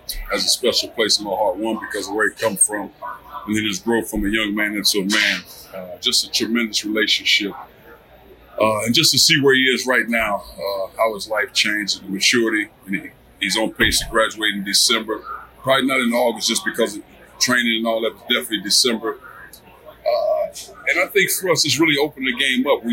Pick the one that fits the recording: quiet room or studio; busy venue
busy venue